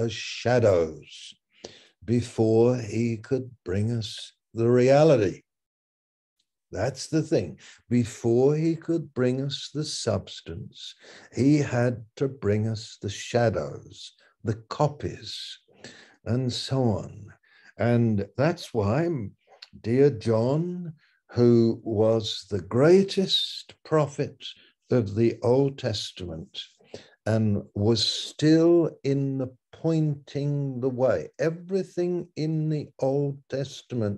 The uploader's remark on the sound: Malaysia Meets (Zoom)